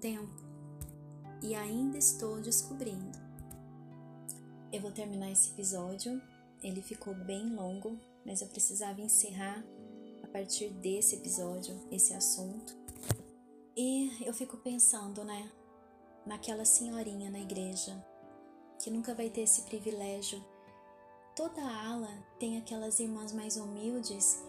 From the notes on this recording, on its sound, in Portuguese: Peço que me perdoem pelo áudio, alguns barulhos... Tive problemas com o meu microfone, porém não quis regravar pois isso atrasaria bastante.